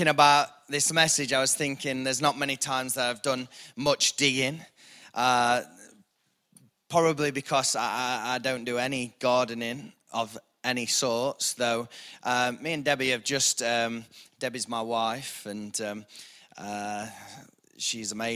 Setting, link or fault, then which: setting, large echoing room